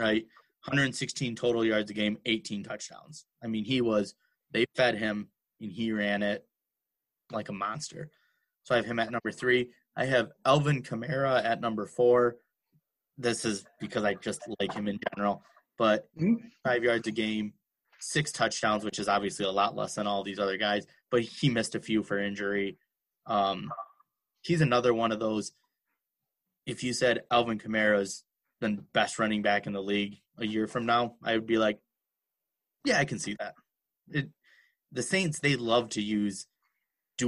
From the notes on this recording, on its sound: All done virtually through Zoom!